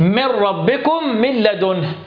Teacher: ادغم في اللام والراء من غير غنة · Term: ادغام بغير غنة